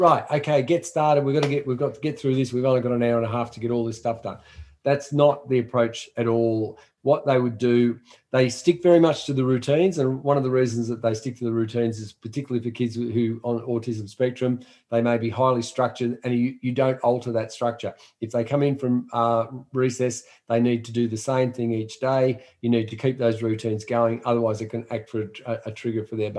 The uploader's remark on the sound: This episode is a recording of a live webinar in January 2021. The webinar series was part of Tradewind Australia’s ongoing professional support for CRTs.